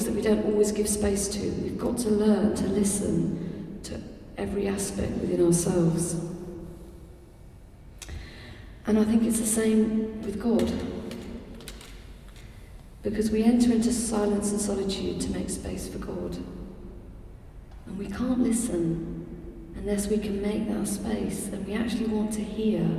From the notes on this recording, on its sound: In this final session of the Moot Lent Course 2012 at the Guild Church of St Mary Aldermary in the CIty of London